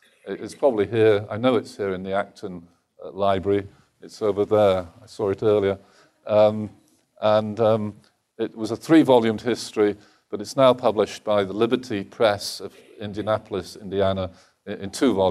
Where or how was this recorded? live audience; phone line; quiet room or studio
live audience